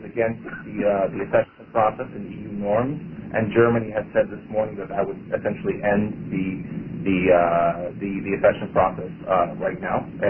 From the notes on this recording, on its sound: joined in on a Members Conference Call